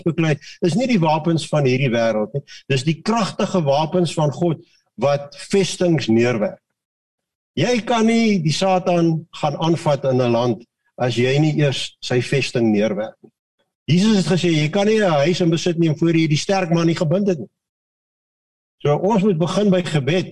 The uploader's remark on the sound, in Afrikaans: Manne van die Woord Zoom Byeenkoms.